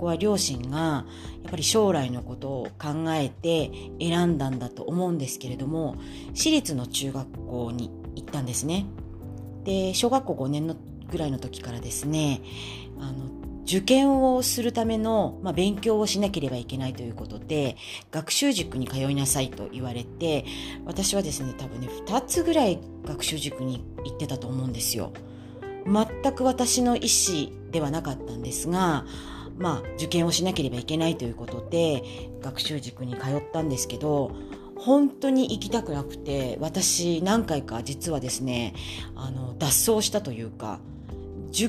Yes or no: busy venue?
no